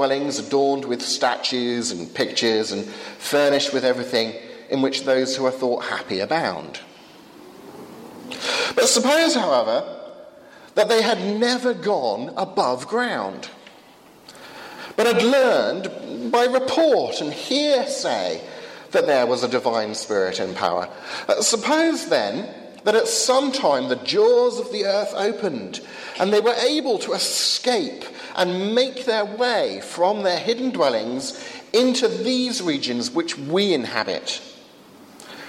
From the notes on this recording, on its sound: from the 11 am service at Highfield Church Southampton, August 16th 2015